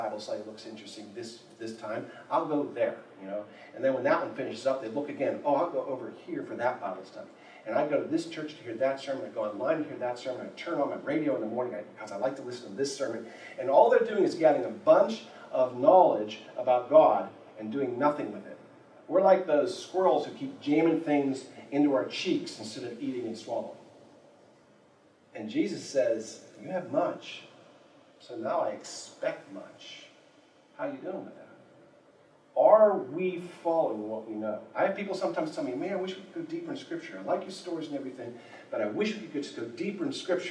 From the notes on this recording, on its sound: There was a problem with the audio of this sermon. We boosted the quality as best we could. We apologize for the poor audio quality.